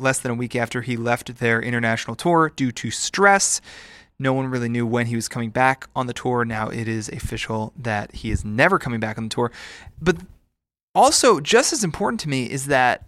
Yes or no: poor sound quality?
no